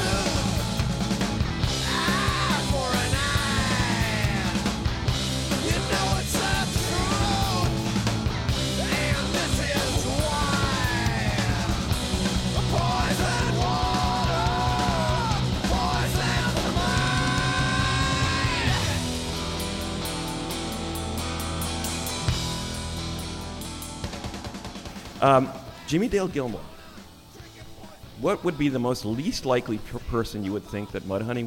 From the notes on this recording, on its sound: Performs in front of a hometown Seattle audience.